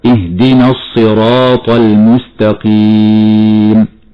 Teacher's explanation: الألف التي بعد الراء تمد مدا طبيعيا في حال الوصل، أما في حال الوقف تمد من قبيل المد العارض للسكون، فتمد وصلا حركتان هكذا اهدنا الصراط المستقيم.